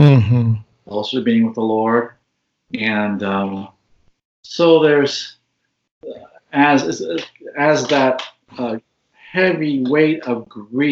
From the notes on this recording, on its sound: I recently got a chance to Skype